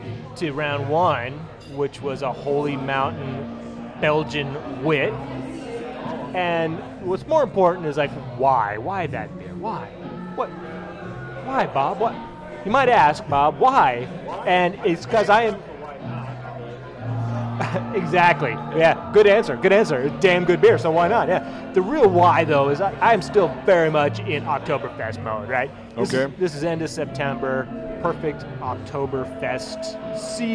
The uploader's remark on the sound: Comet Tavern in Capitol Hill. Recorded live at the Comet Tavern on 09/21/2023.